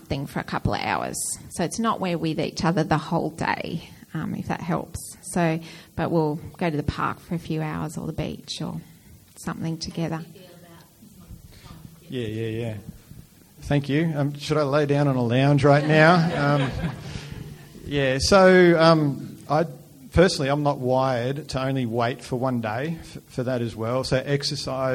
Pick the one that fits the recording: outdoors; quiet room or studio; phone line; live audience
live audience